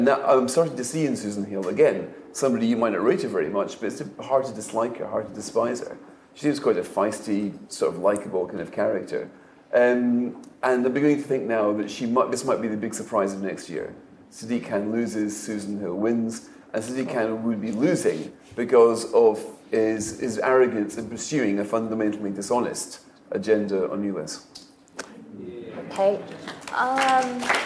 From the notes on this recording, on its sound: a live recording of Coffee House Shots from Tory party conference